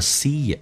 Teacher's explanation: See 跟 it 还可以有个连音，元音跟元音之间连音，不是加 what 就是加也，这个加个也叫 see it.